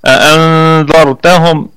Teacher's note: الراء مفخمة لأنها ساكنة وقبلها مفتوح